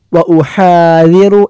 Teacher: ഖുദ്റതിഹി മിൻ ശദ്ദി മാ അജിദു വഉഹാദിറു എന്നിടത്ത് ഹാഉം ദാലും ശ്രദ്ധിക്കേണ്ടതായ അക്ഷരങ്ങളാണ്. ഹാ തൊണ്ടയുടെ മധ്യഭാഗത്ത് നിന്നാണ്